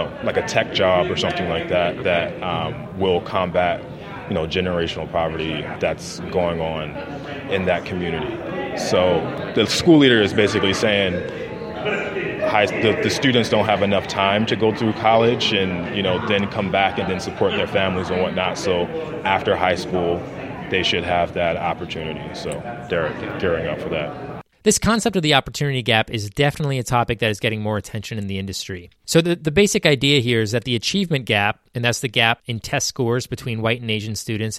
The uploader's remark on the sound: goes live at the National Charter Schools Conference in Austin, Texas